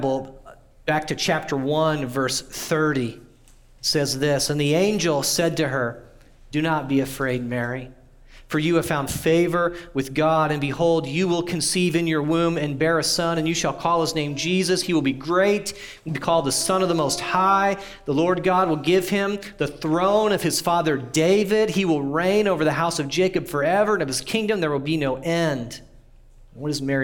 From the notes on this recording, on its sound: audio from New City Church in Champaign-Urbana, IL